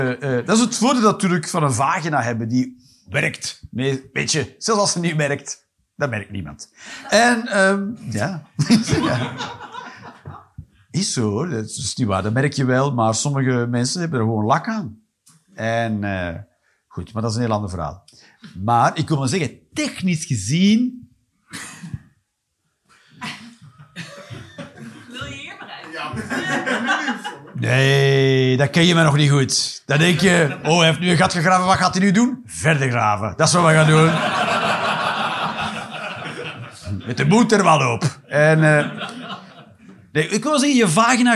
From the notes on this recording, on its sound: Live 15 November 2023, Kargadoor, Utrecht.